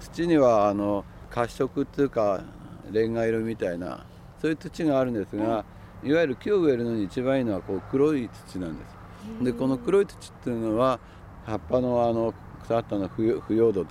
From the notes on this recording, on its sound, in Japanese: 今回取材した神奈川県平塚製造所の「千年の杜」。その森を歩きながら。